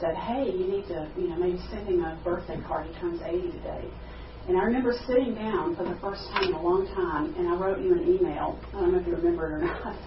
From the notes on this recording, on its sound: at a GFI Exchanged Life Conference in Pigeon Forge, TN Aug 2, 2014